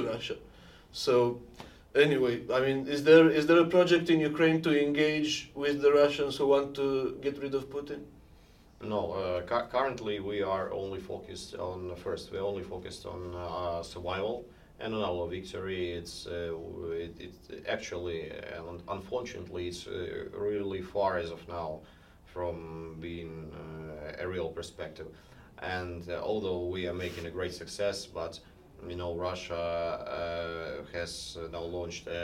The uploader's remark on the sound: A podcast episode recorded in Kyiv on October 17 on the sidelines of a conference on the human rights abuses in Ukraine and Syria, organised by SUN (The Syria Ukraine Network), an NGO based in the US.